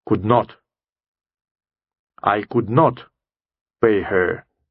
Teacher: Если not ставится целиком, то оно и пишется, и произносится отдельно. И на нем всегда делается ударение.